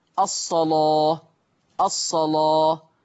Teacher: طيب قرأ ورش بتغليظ اللام في لفظ الصلاة